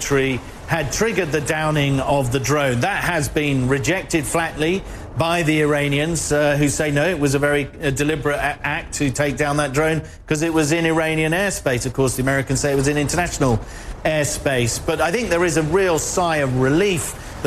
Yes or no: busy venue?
yes